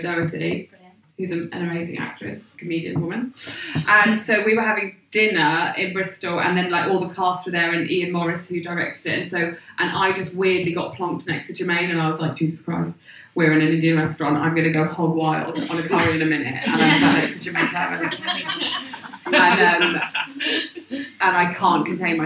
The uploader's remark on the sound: Recorded at Waterstones Gower Street